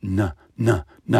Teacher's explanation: Because there's a little trap door at the back of our throat, at back of our palate, and we open that up for access to the nose, and we send the sound into the soft nasal passages, which turns duh, tuh into na, na, na. It's coming through the nose.